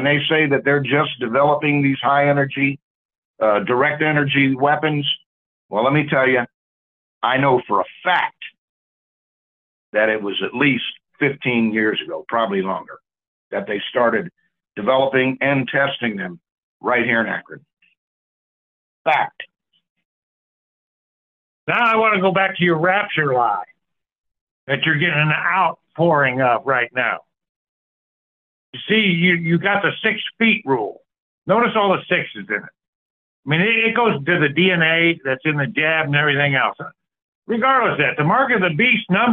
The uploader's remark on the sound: The Sunday December 10, 2023 Call in Bible Study.